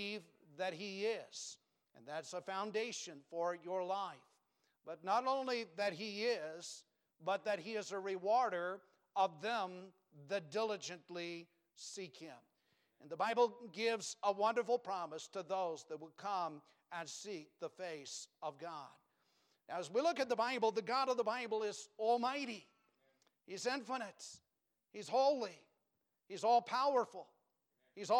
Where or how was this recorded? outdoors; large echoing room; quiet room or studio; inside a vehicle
large echoing room